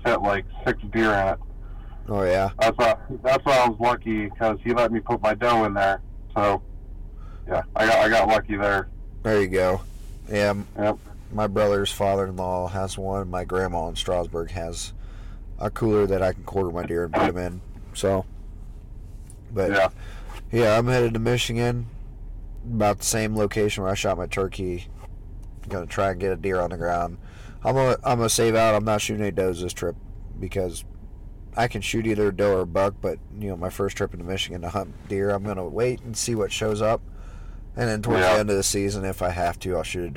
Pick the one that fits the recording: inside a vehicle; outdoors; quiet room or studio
inside a vehicle